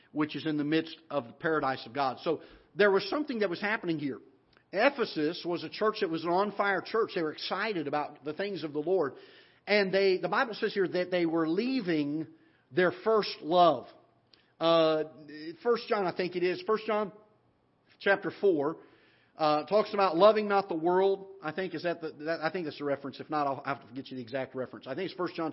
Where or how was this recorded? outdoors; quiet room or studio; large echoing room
large echoing room